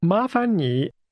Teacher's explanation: This expression for please is pronounced with two rising tones, followed by a falling, rising tone.